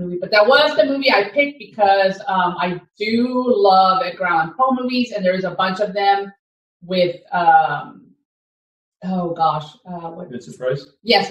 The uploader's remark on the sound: First off, please pardon our sound quality. It was out first time recording in person together and our audio set up was new to all. Even after attempting to correct the issues in post, our audio was still sub par.